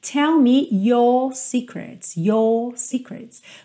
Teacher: Então repara que o R enrola como a porta da perna esquerda. Já os britânicos não costumam enrolar a língua no R. O que eles fazem é alongar um pouco a vogal anterior. Então você vai reparar que você não ouve esse R no final, você ouve Tell me your secrets, your secrets.